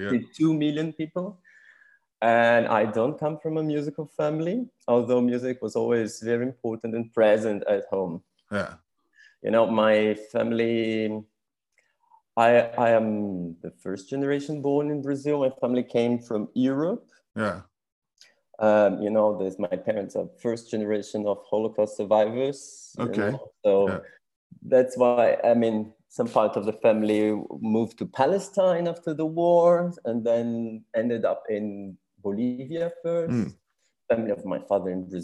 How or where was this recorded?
video call